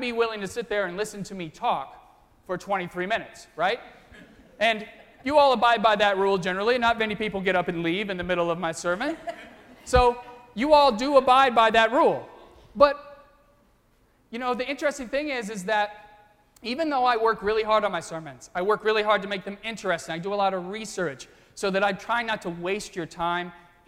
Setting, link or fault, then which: setting, large echoing room